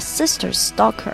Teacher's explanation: sisters 后面的 s 可以和 stalker 把它放在一起连起来啊，变成一个 s